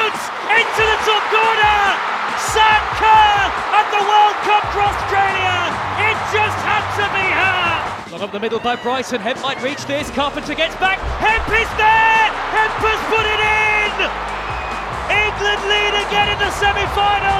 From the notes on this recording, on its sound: You'll hear post match audio from Stadium Australia.